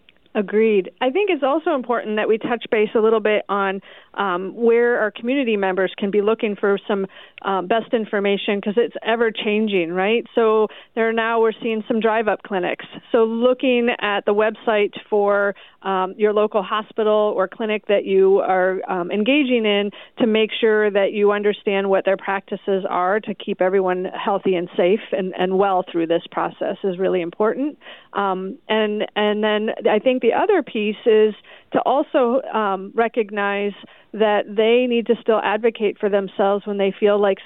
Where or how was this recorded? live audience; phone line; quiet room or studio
phone line